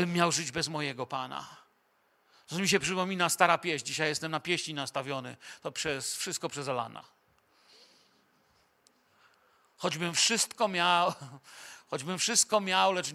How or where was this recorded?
large echoing room